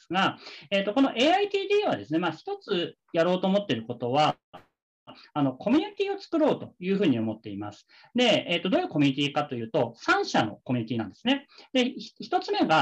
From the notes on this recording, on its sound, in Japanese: 〇方 法：ウェビナー（Zoomでのオンライン配信）。